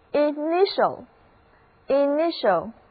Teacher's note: 重音在第二个音节。但是词中的前面两个字母 I 都发作短而急促的 I，而字母 T 的读音是 sh，音标呢像一个拉长了的 S。跟我一起念一下 initial，表示走进入门，所以这个单词的意思就是最初的词首的，是一个形容词。比方说 The initial talks were the base of the later agreement.